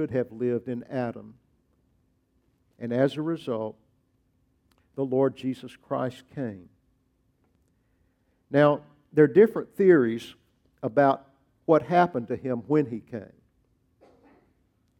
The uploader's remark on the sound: preached at Grace Baptist Church